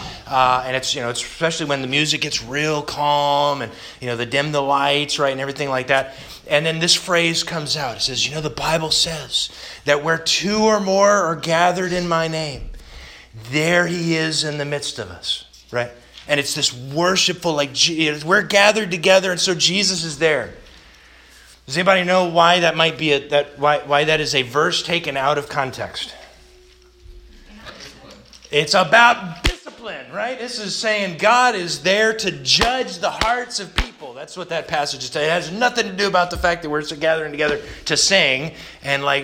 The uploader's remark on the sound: This sermon was delivered August 29th, 2021 to the Galena Bible Church